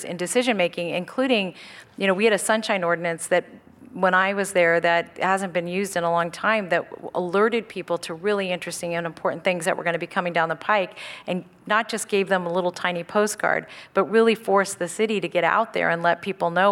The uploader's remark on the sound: KQED Live: A San Jose Mayoral Candidates Forum